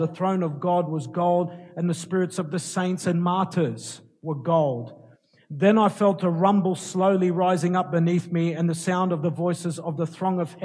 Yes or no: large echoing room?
yes